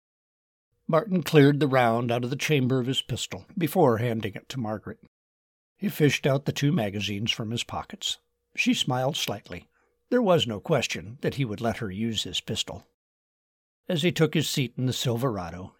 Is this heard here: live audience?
no